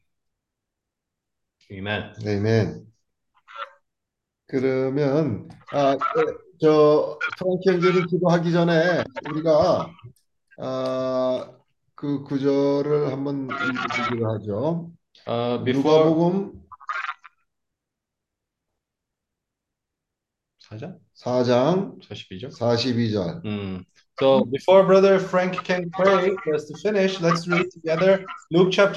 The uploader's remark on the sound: zoom meeting